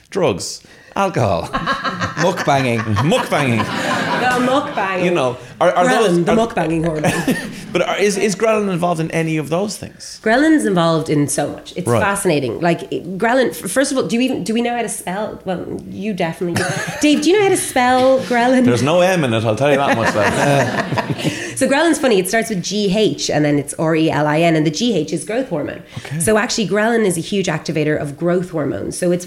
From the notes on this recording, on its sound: LIVE EPISODE. Listeners in the Viking Theatre, Dublin. The lads have done their first live podcast.